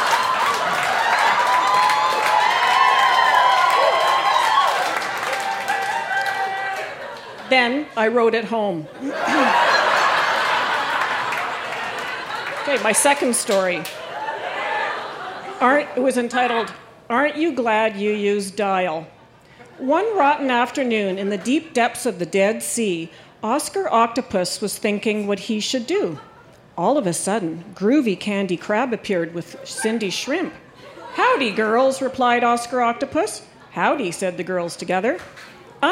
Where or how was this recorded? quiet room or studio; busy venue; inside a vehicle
busy venue